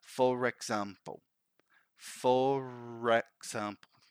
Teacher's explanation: we link the word ending with the R with the word starting with a vowel. · Term: linking R